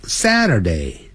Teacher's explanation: 由高音往低自然下降